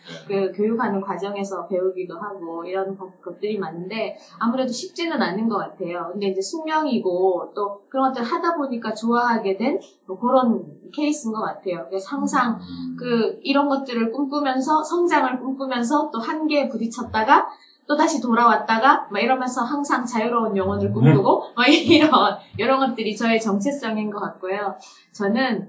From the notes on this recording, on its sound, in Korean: 1회부터 3회까지 녹음상태가 고르지 못해 죄송합니다.